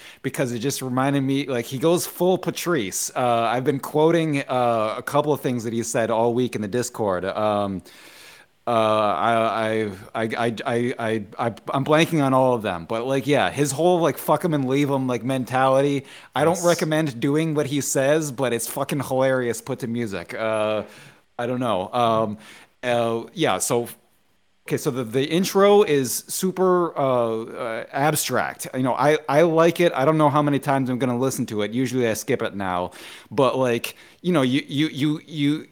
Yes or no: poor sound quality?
no